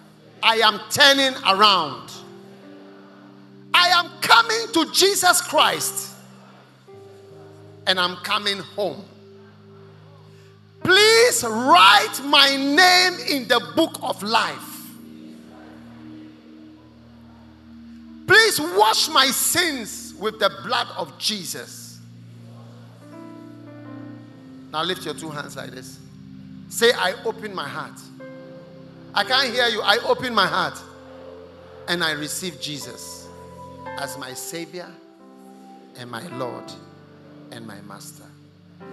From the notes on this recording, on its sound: Preached at The COME HOME Service held at the First Love Center, Accra